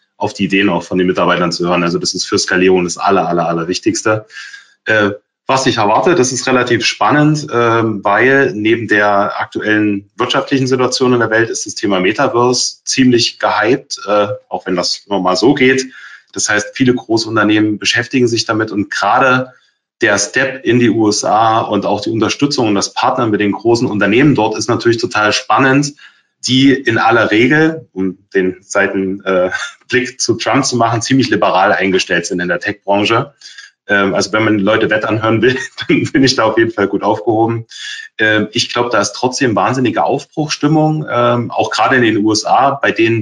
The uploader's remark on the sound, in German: Diese Podcast-Folge ist ein Mitschnitt unseres Webinars auf unserer Plattform